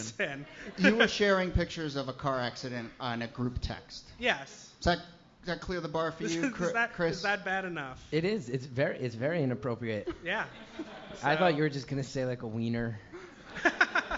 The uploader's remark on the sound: Ask Roulette is a conversation series in which strangers ask each other questions on stage. This excerpt is from our May show at Housing Works Bookstore in New York City. Some audience members.